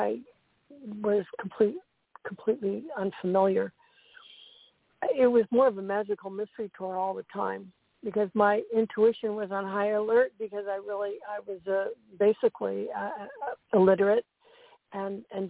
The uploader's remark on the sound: in response to callers' questions.